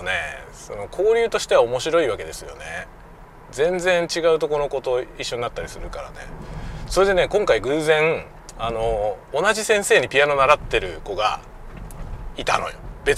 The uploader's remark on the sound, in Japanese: 朝のドライブ雑談。久しぶりに車運転しながらしゃべりました。使用マイク：audio-technica AT-9901。Stand.fm。